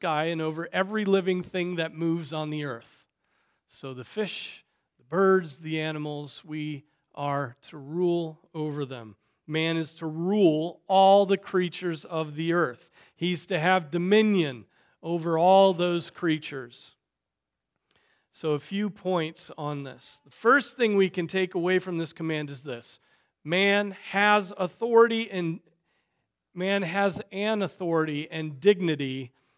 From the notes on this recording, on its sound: Preached on February 11, 2024 at Trinity Presbyterian Church